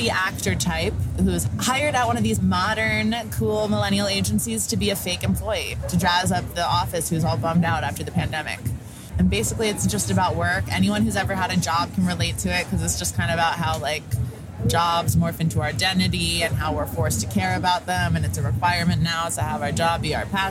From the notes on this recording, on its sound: I take to the streets of Edinburgh during The Fringe to accost tourists and artistes in town for the World's biggest arts festival. Armed with not one, but sometimes two microphones, I go in search of soundbite gold by asking people about their likes and dislikes.